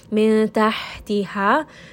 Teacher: Ha is going to be from the middle of the throat. A little bit of warm air is going to escape. And then the second ha is going to be from the lower throat.